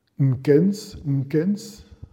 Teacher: Euh, par exemple, le verbe tien, qui veut dire voir, se prononçait en chinois archaïque quelque chose comme kens, et si vous mettiez devant une consonne nasale, ça faisait nkens, nkens, et ça voulait dire être vu.